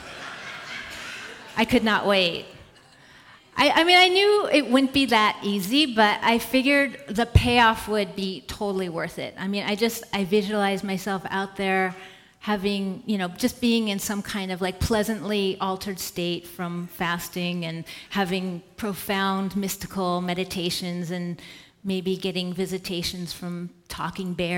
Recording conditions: live audience